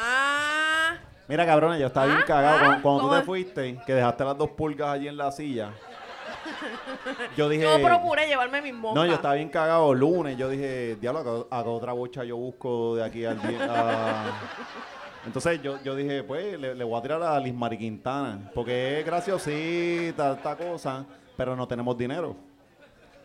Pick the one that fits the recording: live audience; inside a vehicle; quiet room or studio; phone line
live audience